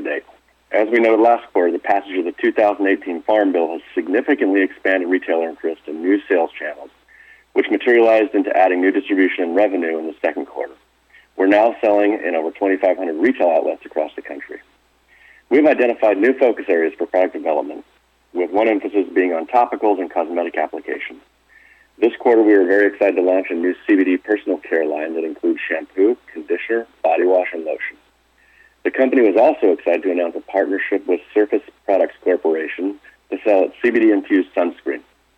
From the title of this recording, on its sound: Medical Marijuana, Inc. (Pink Sheets: MJNA) 2019 Q2 Earnings Conference Call